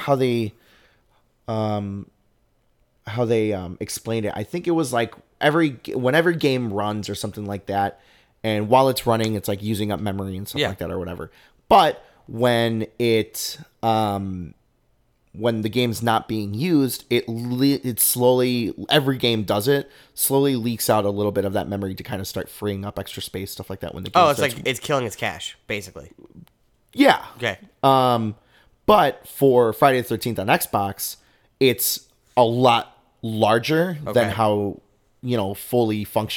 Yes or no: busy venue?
no